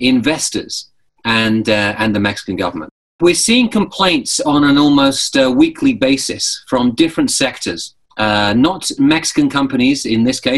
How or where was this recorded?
video call